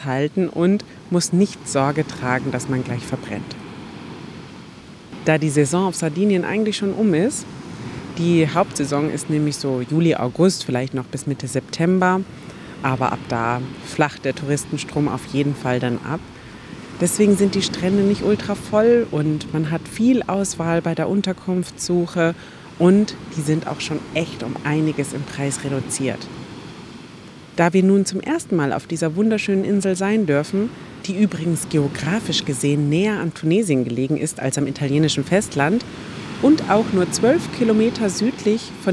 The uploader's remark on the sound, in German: Da ich die Episode auf Wunsch einiger Hörer*innen wieder einmal am Strand aufgenommen habe, mach dich bitte auf Wellenrauschen im Hintergrund gefasst…